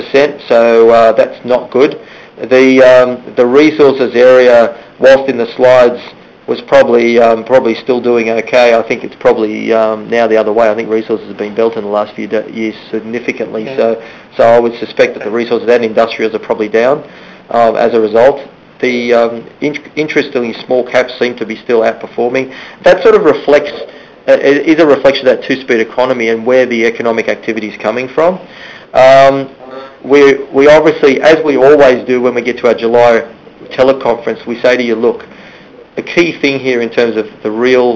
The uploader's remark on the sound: July Research Teleconference